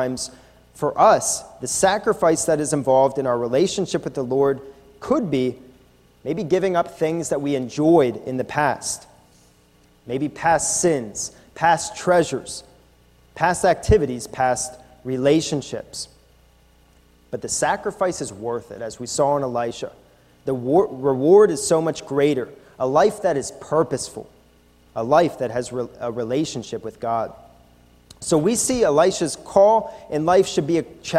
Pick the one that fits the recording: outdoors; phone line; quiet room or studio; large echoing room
large echoing room